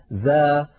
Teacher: والذال حرف مستفل، لأنها ليست من حروف خص ضغط قض، فلا استعلاء ولا تفخيم في الذال